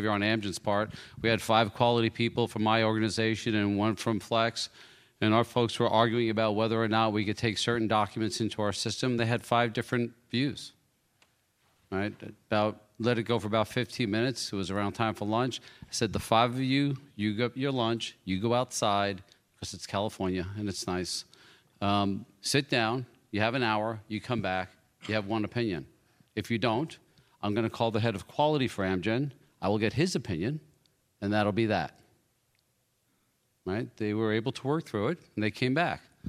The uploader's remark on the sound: first recorded at the 2nd annual Drug Delivery West conference